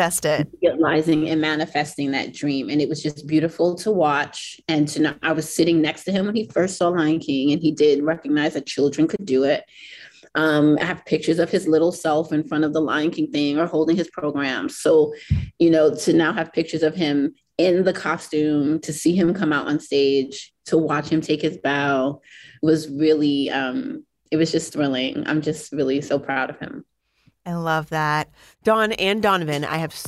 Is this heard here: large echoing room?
no